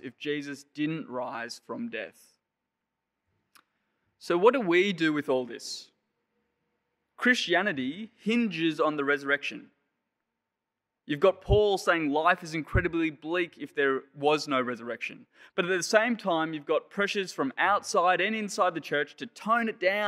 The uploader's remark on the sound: Sermon preached on 10 April 2021 at Penrith Anglican Church.